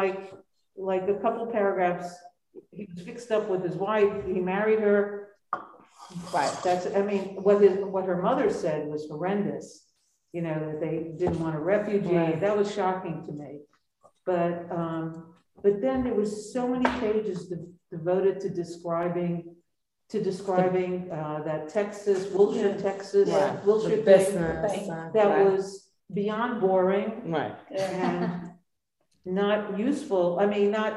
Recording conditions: live audience